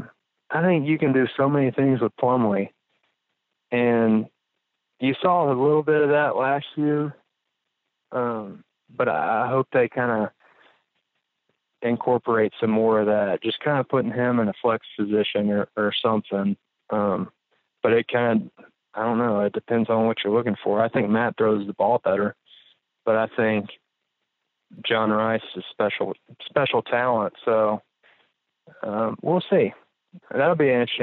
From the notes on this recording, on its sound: joins (21:57) on the Modern Woodmen phone line.